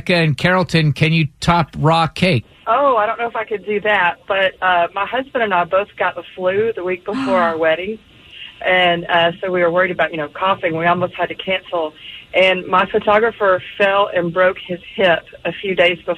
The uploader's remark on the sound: opened up the phones